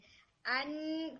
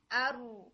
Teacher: जो टंग है वो आपकी स्पेस में रह रही है, एयर में रह रही है, वो हिट नहीं करी, तो आप इसको नून के साथ प्रैक्टिस करें। अन कहते हुए जिस तरह टिप के ऊपर सारा प्रेशर आ रहा होता है, आरू कहते हुए ऐसे ही टिप के ऊपर आपका प्रेशर आना चाहिए · Term: रॉ का मखरज